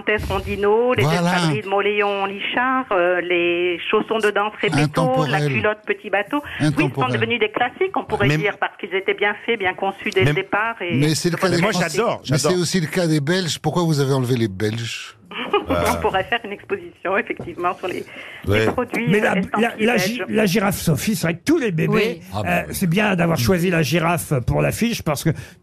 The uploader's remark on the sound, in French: au téléphone des Grosses Têtes